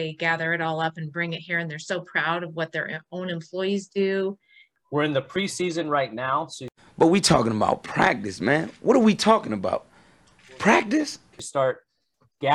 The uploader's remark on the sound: We hosted a Zoom call for team captains and new team members